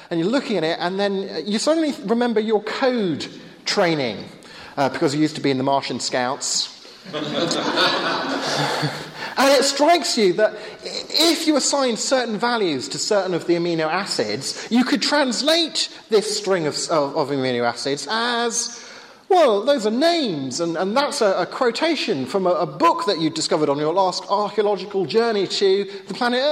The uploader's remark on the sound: Sunday afternoon workshop with Q&A at Hesketh Bank Christian Centre.